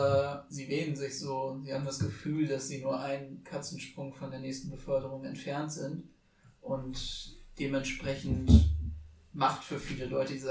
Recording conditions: poor sound quality